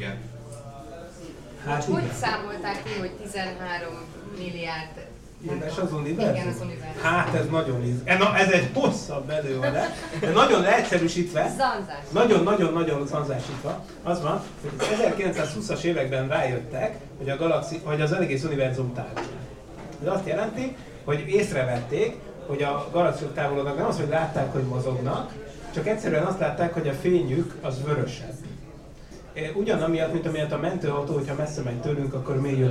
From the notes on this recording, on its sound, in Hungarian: A Kapcsolatfelvétel napján tartott Ürszekerek közösségtalálkozón